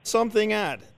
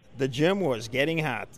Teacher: We have two good tokens of fronted ah, the bot vowel there.